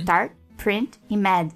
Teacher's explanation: Deu pra perceber como ficam leves, né, o T e o D no fim dessas palavras.